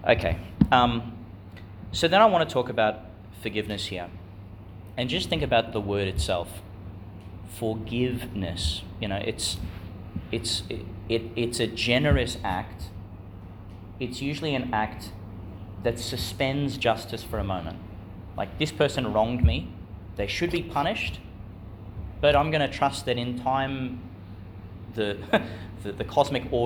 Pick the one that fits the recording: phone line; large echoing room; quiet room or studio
large echoing room